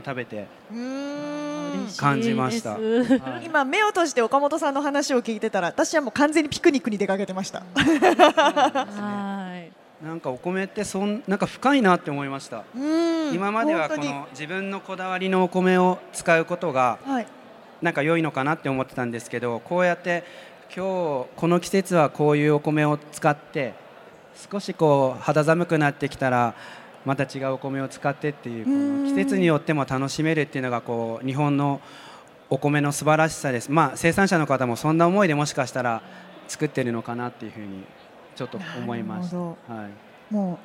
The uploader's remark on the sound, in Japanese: CRAFT SAKE WEEK 2023 at ROPPONGI HILLSにて公開収録。